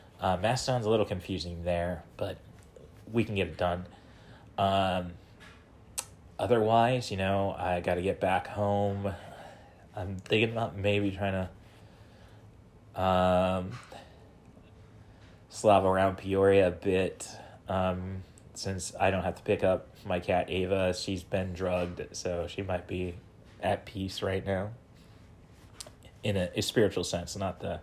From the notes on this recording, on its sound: recorded using the "Spotify for Podcasters" app